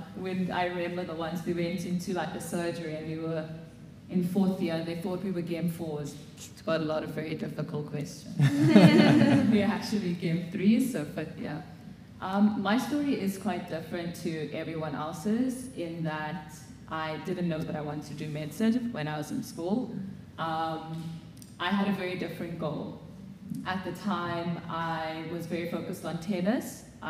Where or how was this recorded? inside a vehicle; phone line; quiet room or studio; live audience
live audience